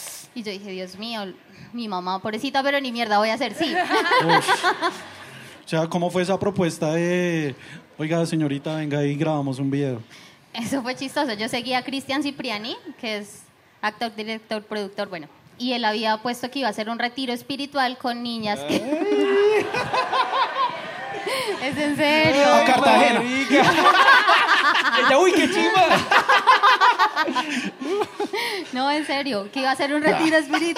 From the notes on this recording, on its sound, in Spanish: Sexpedientes en vivo en Lula Shots.